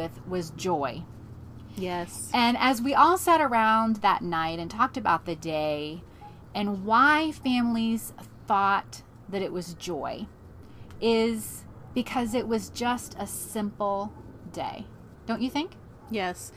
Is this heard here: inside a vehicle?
yes